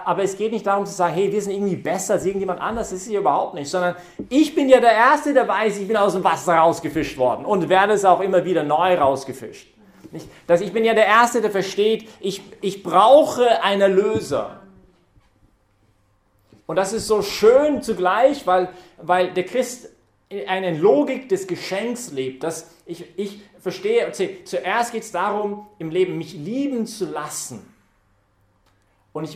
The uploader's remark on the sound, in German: Hat diese Predigt während der Young Professionals Messe im Zentrum Johannes Paul II.